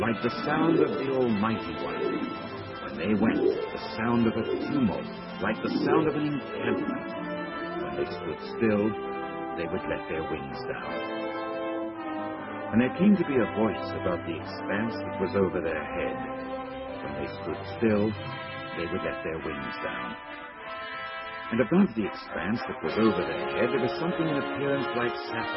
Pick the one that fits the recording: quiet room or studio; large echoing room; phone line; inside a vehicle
large echoing room